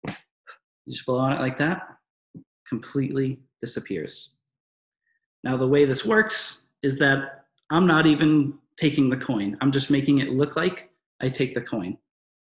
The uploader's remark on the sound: In this webinar recording